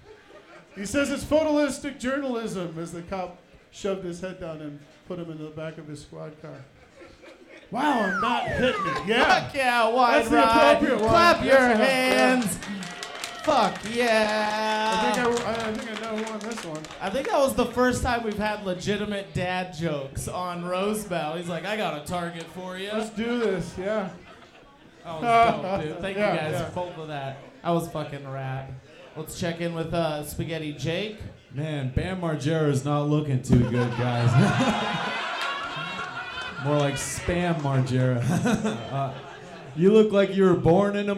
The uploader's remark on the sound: Recorded live by Slaughterhouse Studios. This Denver based competition. Recorded live on 3.10.23 at Wide Right.